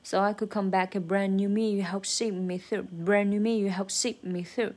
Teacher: see 和 through 才是重音，所以这个 me 和 you 它们之间的连接就有一点怪